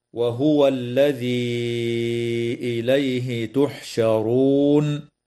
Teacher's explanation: مد منفصل في قوله تعالى: الذي إليه، يمد بمقدار 4 أو 5 حركات